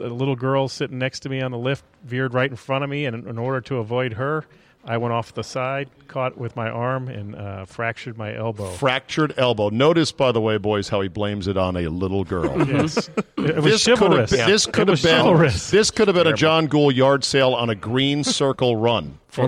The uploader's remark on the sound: Taped live at GolfDom Golf in Tyson's Corner, VA.